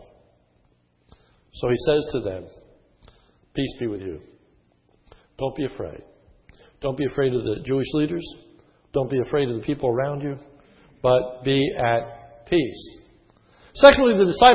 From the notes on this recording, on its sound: This sermon was recorded on 7/11/10 in the morning service.